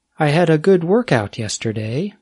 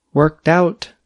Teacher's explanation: In the phrasal noun example, the speaker stressed the first part of the word, work. · Shown in: first take